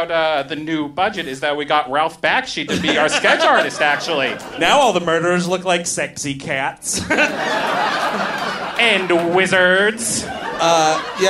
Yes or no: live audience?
yes